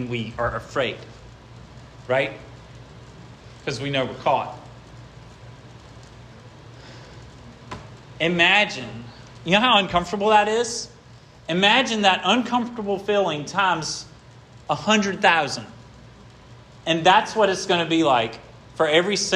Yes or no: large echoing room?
yes